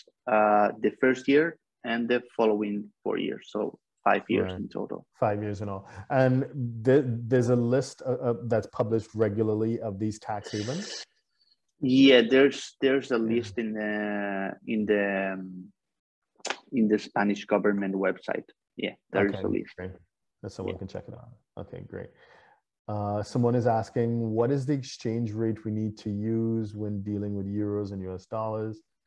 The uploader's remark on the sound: For those joining us on Zoom